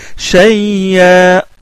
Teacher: Il ne prononce pas la Hamza à la fin. Le waqf de l'imam Hamza.